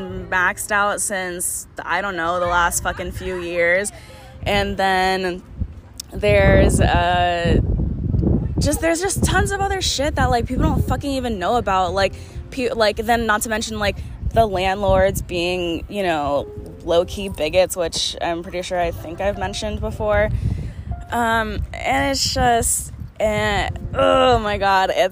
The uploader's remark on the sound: Sorry about the wind blowing.